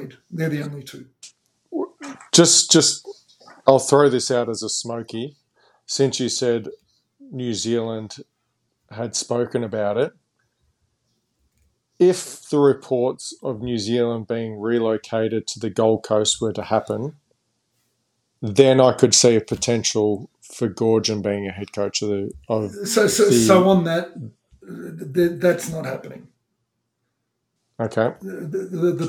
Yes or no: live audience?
no